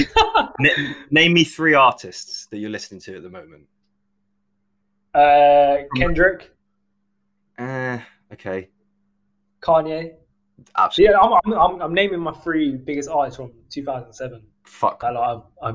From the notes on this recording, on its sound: I have absolutely butchered my own audio, facing some major technical difficulties.